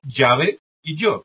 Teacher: Respecto a la doble L, hay un problema que luego lo trataremos, que es, en teoría, no se debería pronunciar como la Y, como la G. Pero resulta que todos somos yeístas. Es decir, lo pronunciamos igual.